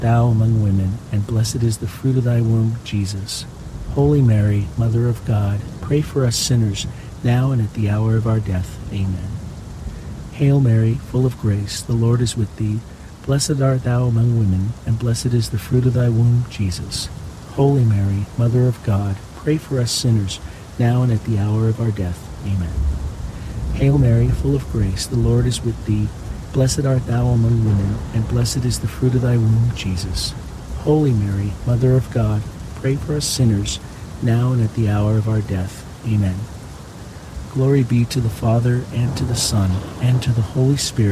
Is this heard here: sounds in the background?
yes